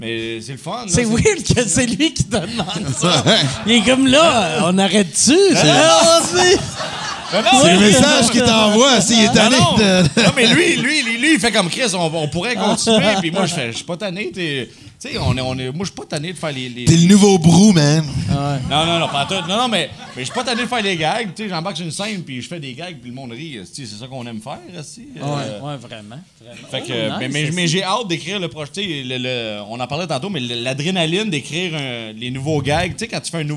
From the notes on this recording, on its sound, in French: enregistré au Bordel